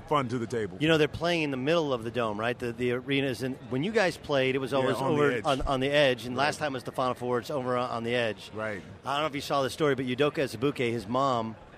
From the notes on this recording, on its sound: Live from the Final Four in San Antonio